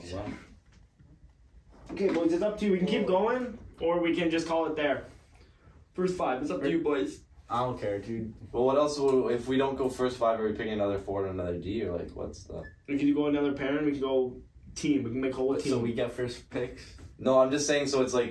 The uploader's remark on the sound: SORRY FOR AUDIO PROBLEMS. We are so sorry for the audio problems in this ep!